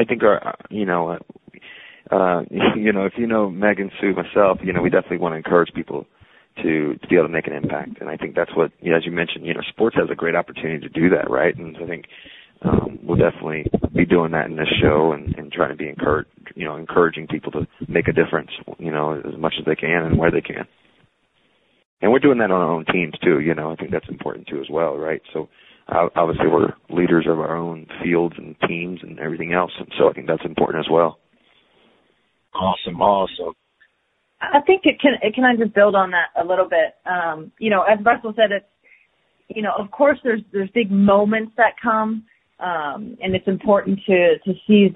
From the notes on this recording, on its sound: ESPY Media Conference Call.